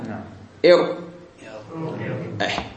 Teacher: طرف اللسان يتصعد ويرتعد في هذه النقطة والنفس منها يخرج